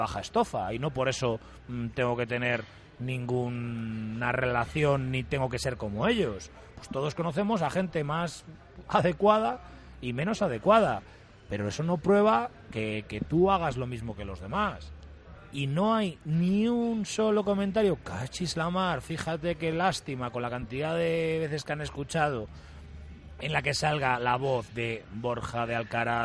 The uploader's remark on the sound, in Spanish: Directo MARCA Valladolid. En directo desde LA FUNDICIÓN.